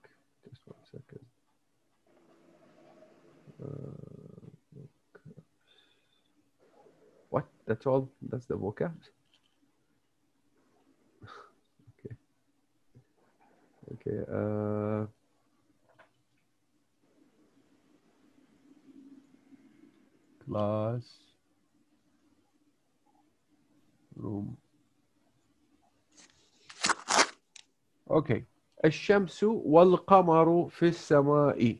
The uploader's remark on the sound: Zoom Host